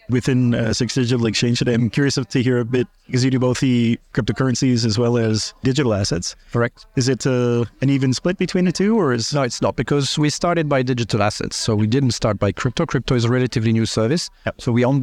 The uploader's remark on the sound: recorded at Sibos